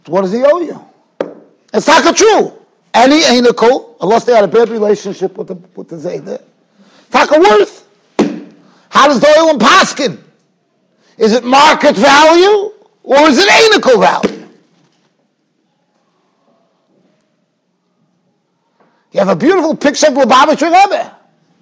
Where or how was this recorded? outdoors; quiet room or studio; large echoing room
large echoing room